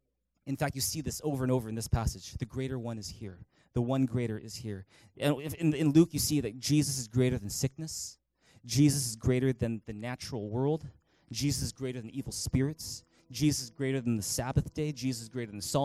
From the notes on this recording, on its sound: Recorded on March 3, 2019 at THRIVE Church Vancouver, Canada